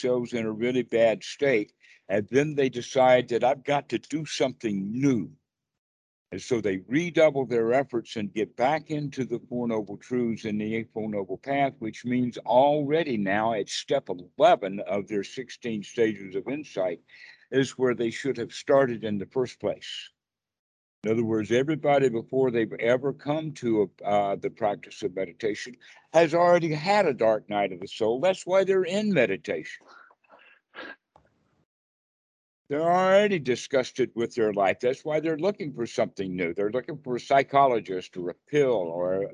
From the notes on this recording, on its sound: Skype calls on this channel.